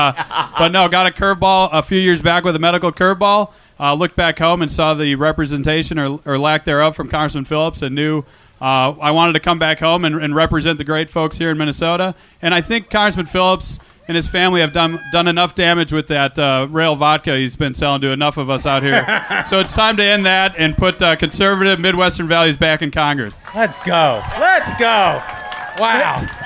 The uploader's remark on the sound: 200th Episode Spectacular Live from Minnesota (Part 2)